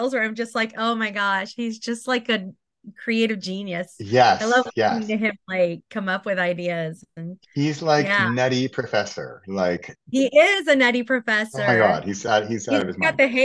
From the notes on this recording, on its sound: recorded from our Zoom call